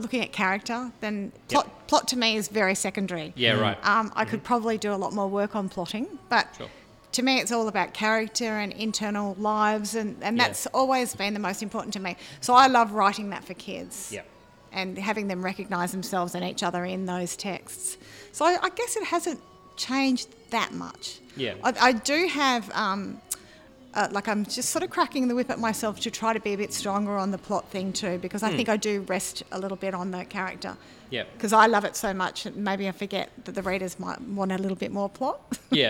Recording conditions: busy venue